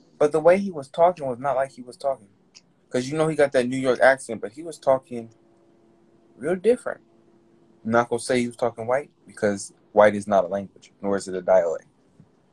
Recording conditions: video call